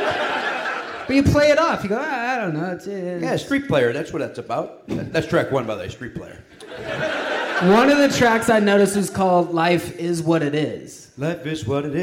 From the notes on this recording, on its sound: Recording live at L.A. Podfest in Santa Monica.